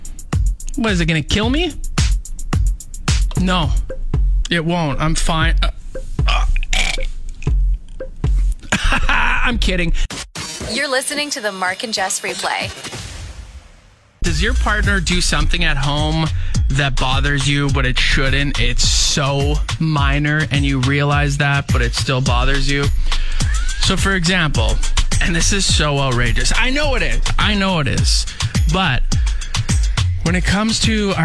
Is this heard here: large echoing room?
no